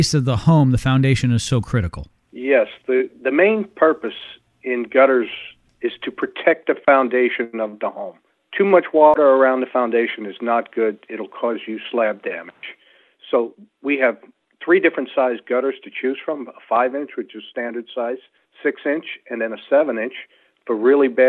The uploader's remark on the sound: takes phone calls from homeowners